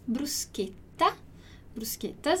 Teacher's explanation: a gente tem ali o nosso CH, que você já sabe que tem esse som de K, esse som de QU